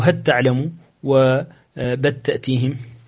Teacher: ويدغم لام هل ولام بل في التاء